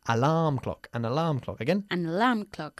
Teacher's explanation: Enfatizando la segunda sílaba.